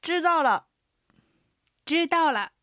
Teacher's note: まず知道の知は平板、伸ばす音の一声知です。道は下がる四声、一声と四声の組み合わせです。知道らのらは軽声、軽く発音します。不知道の不は四声です。では発音と合わせていってみましょう。わかった。知道了。知道了。わからない。不知道。不知道。私ね、知道といえば個人的な思い出があるんです。はいはい。もう中国語勉強し始めた頃に NHK のラジオ中国語講座を聞いてたんですね、うん、もう20年くらい前だからすっごい昔の話なんですけど、その教材でミンミン父との旅路っていう中国で実際に放送されたラジオドラマを教材にしてた番組があったんです。なるほど。でこのドラマの主人公なんですけど、幼い頃に視力をなくしたミンミンという女の子で、彼女のお父さんが、まあ、彼女の将来をちょっと思って、まあ、決して豊かではないお家だったんだけども、やりくりしてピアノを習わせると。ところがミンミ